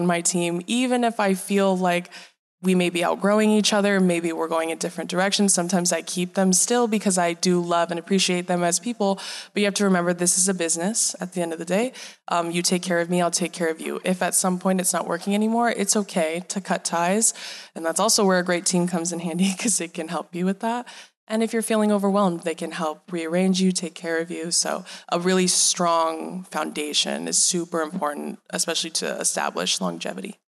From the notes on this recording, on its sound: This episode was recorded live at Vidcon Anaheim.